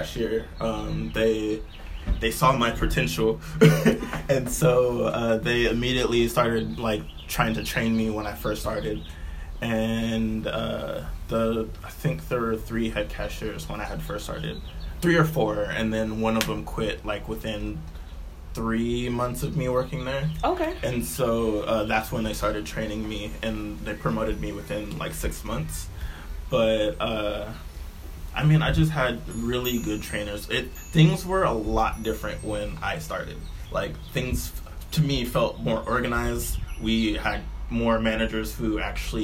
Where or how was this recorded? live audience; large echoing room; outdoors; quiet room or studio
outdoors